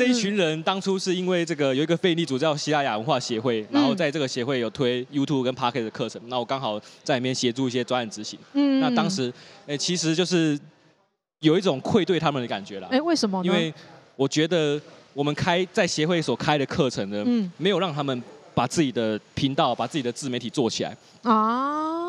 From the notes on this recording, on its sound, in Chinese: 這一集出外景！來到台南講open mic，表演完立刻就在肯德基錄podcast！